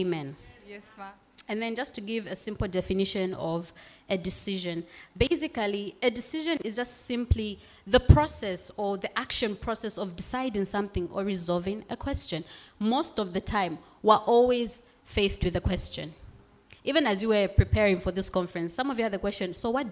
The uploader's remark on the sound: In front of a live audience at the Young Adults Conference 2022.